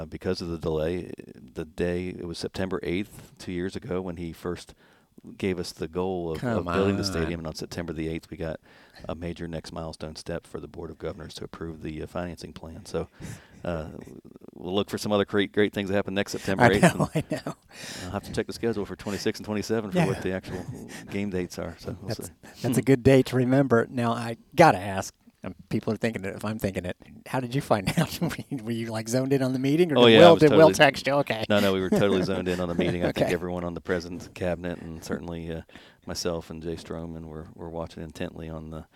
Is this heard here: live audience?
no